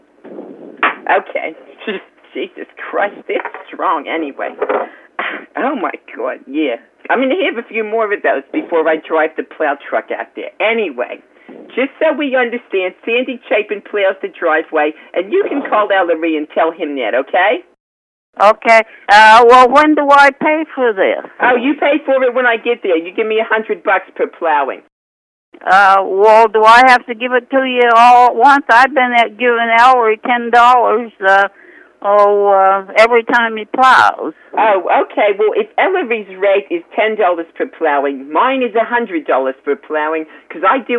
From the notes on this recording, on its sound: RBCP's Personal Prank Phone Calls Collection